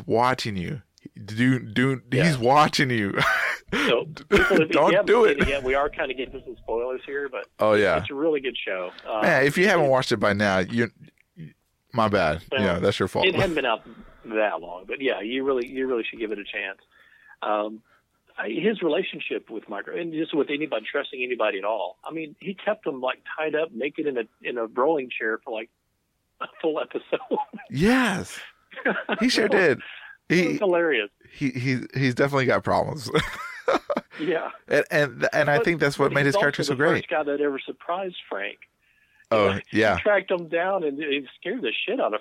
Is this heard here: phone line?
yes